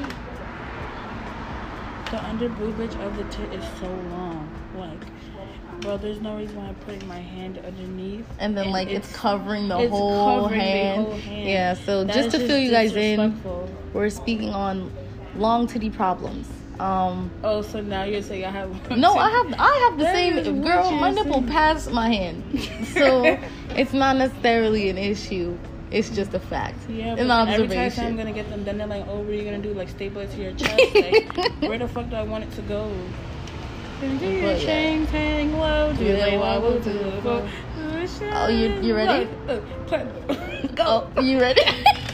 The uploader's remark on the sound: sorry about the background noise we were outside